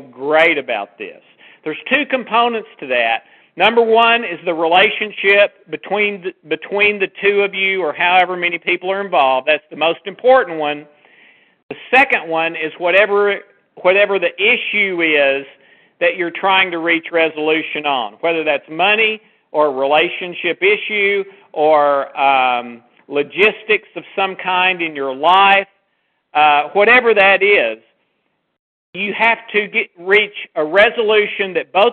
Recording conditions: phone line